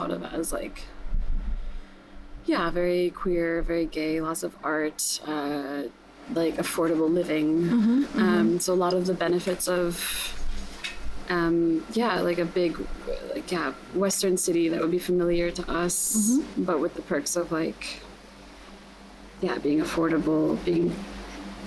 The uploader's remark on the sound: This was my first in-person chat in a while and it was a windy day, so some of the audio might sound off at times!